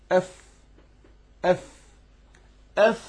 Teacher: الفاء بتخرج من بطن الشفه مع الثنايا الايه العليا